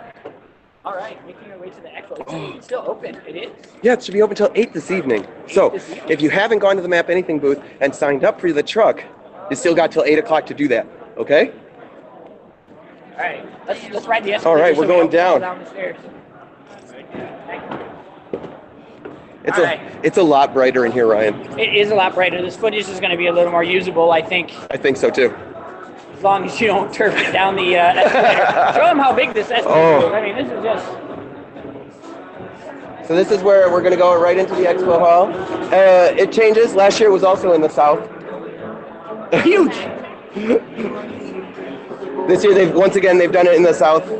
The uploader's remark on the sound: live at Dreamforce 2017